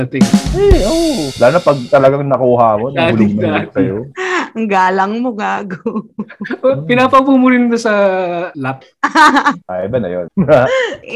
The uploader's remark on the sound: We were having some technical difficulties